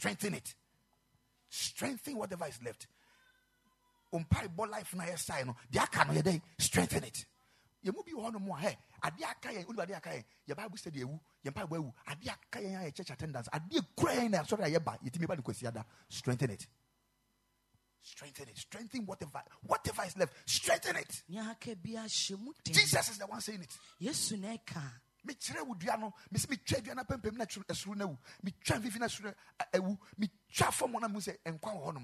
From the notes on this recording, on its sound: Preached at the Ekklesia Campus